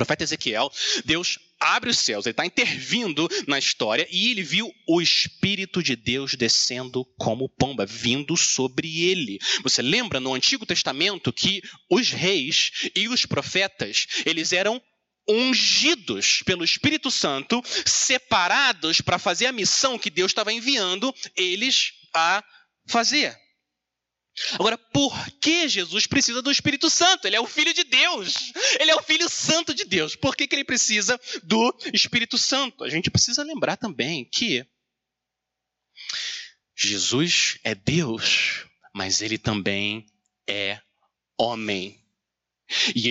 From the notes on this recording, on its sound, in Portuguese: Mensagem gravada na Igreja Batista Jardim Minesota